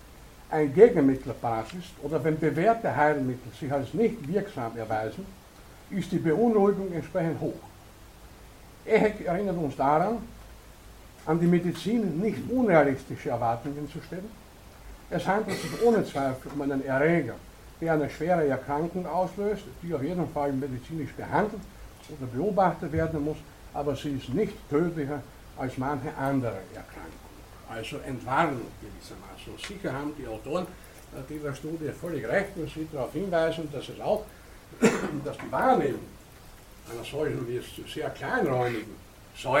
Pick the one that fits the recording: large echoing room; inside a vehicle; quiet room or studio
large echoing room